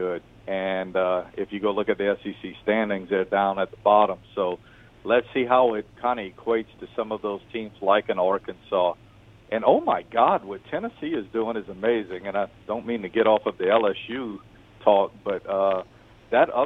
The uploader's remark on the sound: We are joined on the phone lines